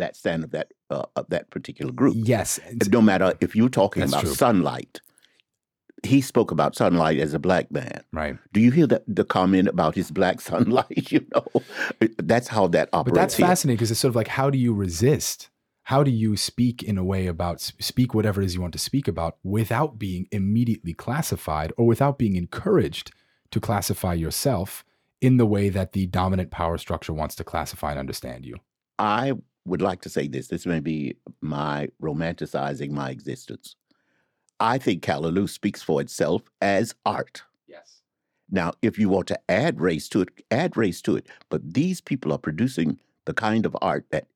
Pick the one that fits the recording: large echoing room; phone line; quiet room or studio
quiet room or studio